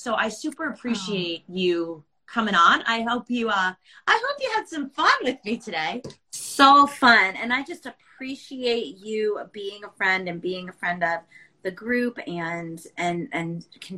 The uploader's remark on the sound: This episode was originally recorded as an Instagram Live